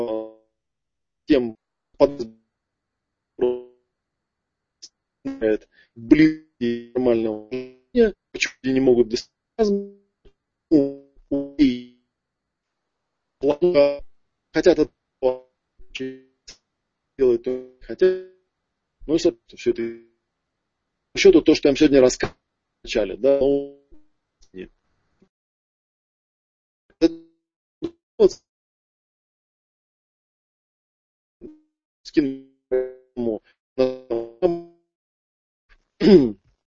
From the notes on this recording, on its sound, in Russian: Аудиозапись живого вебинара из новой весенней серии.